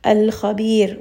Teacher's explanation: So I read all of these letters with alif lam, and I showed you that the alif lam is read clearly, and then you're not going to drop it, you're not going to merge it, instead you're going to read it with idhar, and this is known as idhar qamariya.